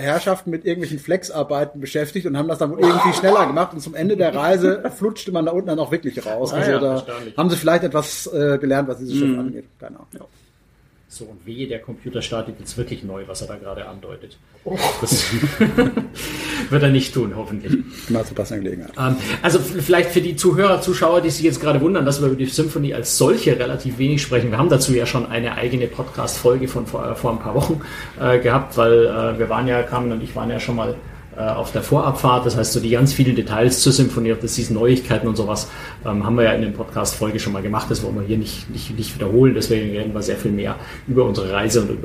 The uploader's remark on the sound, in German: Live von der Symphony of the Seas. Die schlechter als gewohnte Audio-Qualität bitten wir zu entschuldigen - ich konnte nicht die komplette Technik-Ausrüstung mit aufs Schiff nehmen, sodass wir für alle fünf Teilnehmer der Diskussionsrunde nur ein Mikro in der Mitte zur Verfügung hatten.